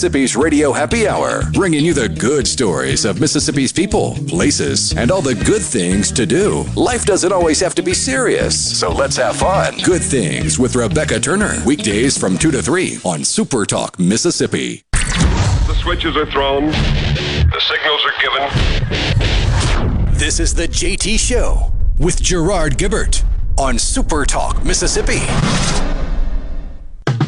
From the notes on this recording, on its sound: The JT Show broadcasts LIVE from The Neshoba County Fair.